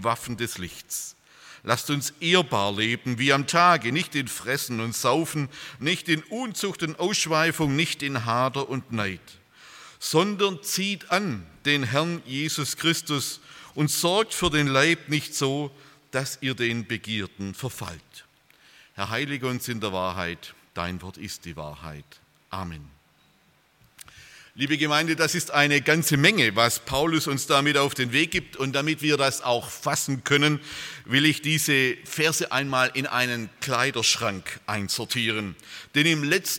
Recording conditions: large echoing room